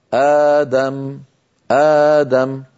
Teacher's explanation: تبدل الهمزة الثانية ألفا · Term: مد البدل